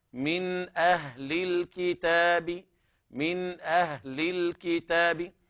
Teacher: فيقرؤون بإسكان النون وعدم الغنة فيها